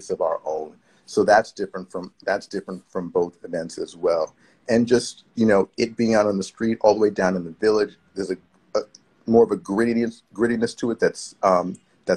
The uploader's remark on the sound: Recorded on 22 June 2022 on Instagram Live